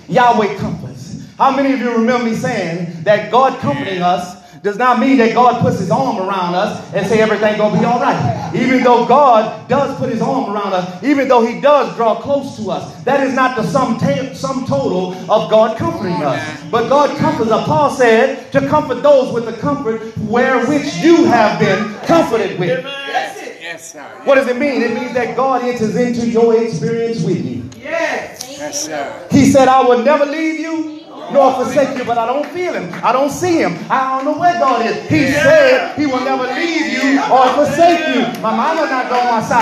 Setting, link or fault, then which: setting, large echoing room